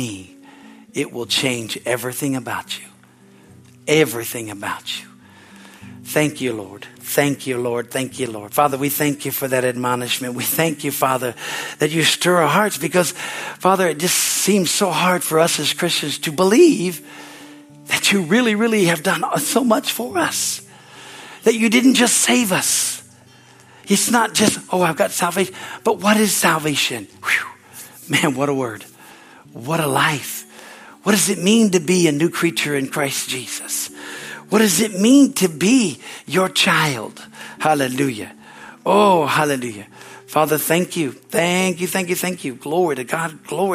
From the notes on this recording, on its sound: Is from the Sunday service on March 19, 2023 at Harvest Bible Church in Stockton, CA.